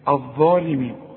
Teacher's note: الالف اهي اللي فوق الظا، يكتب القرآن هكذا وينطق هكذا، شوف من الظالمين تمدها حركتين الف كاملة